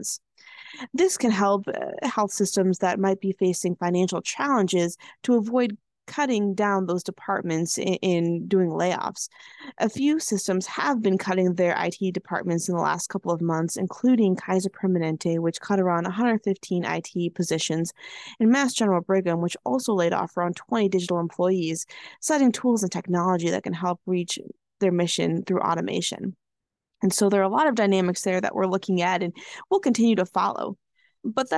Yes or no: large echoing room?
no